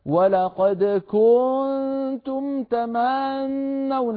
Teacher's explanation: بتطويل زمن الضمة كادت الضمة بل لعلها صارت واوا · Term: الإشباع